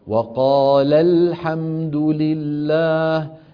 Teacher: الطريقة الأولى إسقاط الأول لفظا إن كان حرف مد، نحو وقال الحمد لله، قال، هذه ألف التثنية، الحمد أول حرف هو اللام الساكنة، فيسقطون الألف من قال لأنها حرف مد